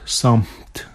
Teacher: Nu, piemēram, vārdā samt, vārds, ko raksta samt, šis te beigu T, viņam ir kā regresīvā asimilācija, viņš laupa balsīgumu M un mums iznāk samt. · Term: Nebalsīgs M